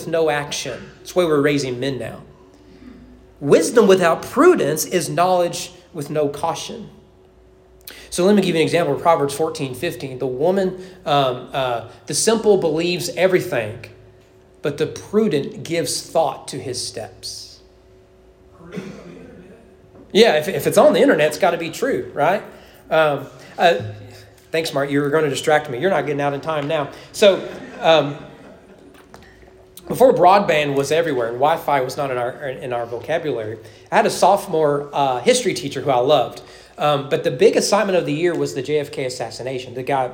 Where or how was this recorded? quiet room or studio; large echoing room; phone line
large echoing room